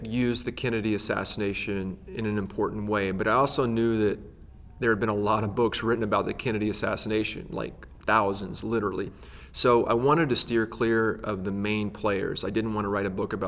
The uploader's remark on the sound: at the ALA Annual conference in New Orleans